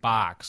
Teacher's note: it's called the fronted O, and that's when you'll say something like box